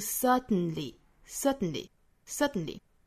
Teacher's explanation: 英音呢会读成 certainly, certainly, certainly,其实是有一个鼻爆音。